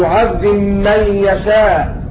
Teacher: فأبو عمرو البصري يضغم الباء في الميم